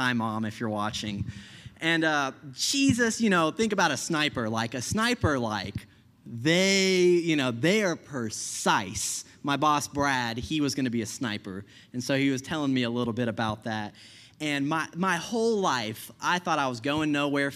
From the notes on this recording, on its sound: I preached this message at Healing Grace Church.